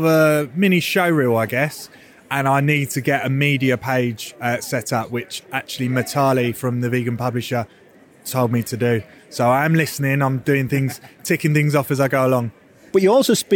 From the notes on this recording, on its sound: Live from Vegfest Brighton. Takes his roving microphone to search out our Vegan Business Tribe members who were exhibiting at Vegfest Brighton in the UK.